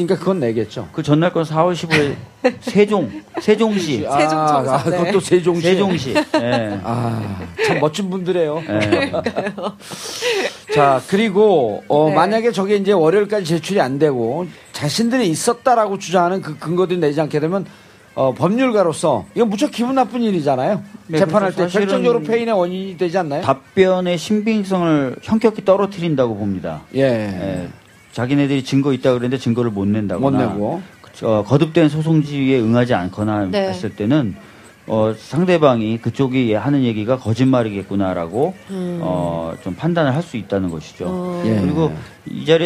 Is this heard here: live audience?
yes